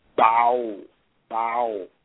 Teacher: And notice that the fatta sound is not heard when we slur the fatta and the dhamma sound together. It becomes bow, bow, as opposed to bow. · Term: ow diphthong